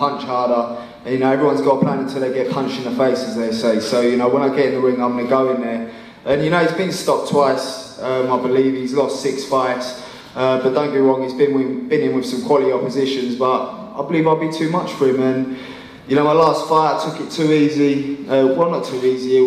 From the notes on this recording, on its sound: JD NXTGEN press conference